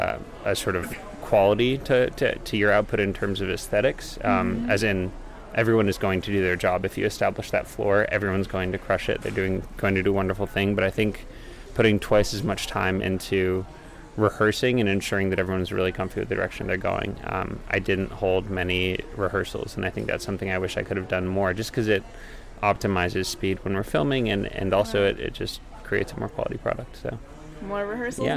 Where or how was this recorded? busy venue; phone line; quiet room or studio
busy venue